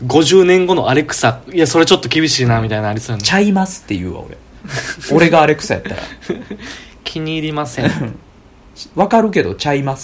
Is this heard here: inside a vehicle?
no